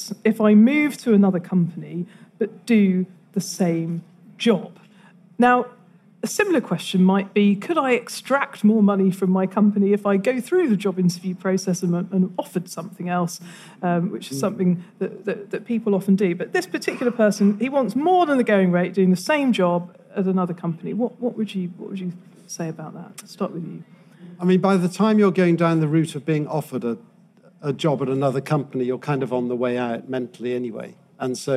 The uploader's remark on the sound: At the recent FT Weekend Festival in London.